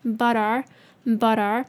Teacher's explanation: but the T 跟 R 的 A 连在一起